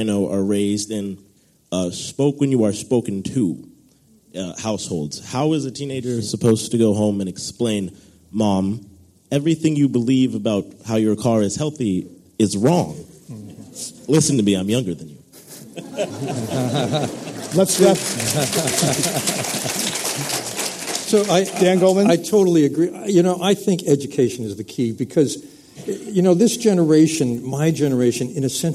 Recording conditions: live audience